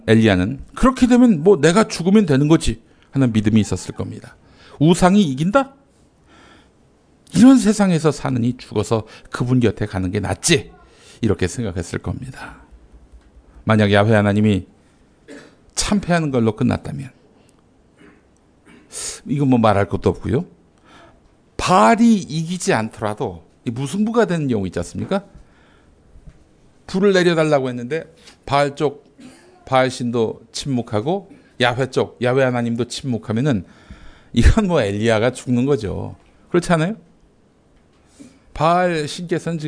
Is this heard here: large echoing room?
yes